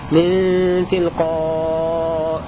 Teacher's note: تبدأ الهمزة ألفا مع القصر والتوسط والمد